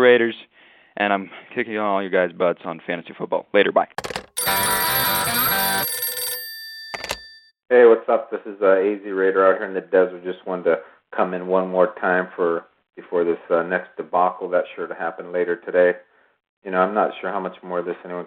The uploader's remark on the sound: Raider Nation “Boneline” Call-in Segment